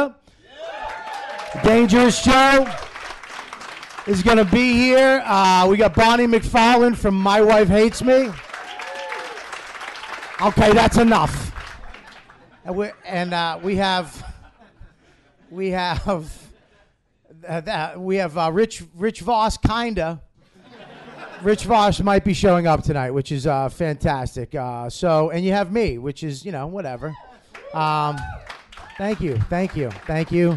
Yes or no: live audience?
yes